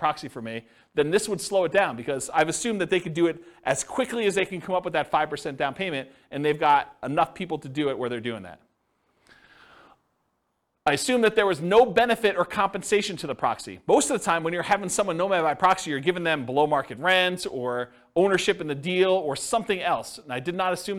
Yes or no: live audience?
yes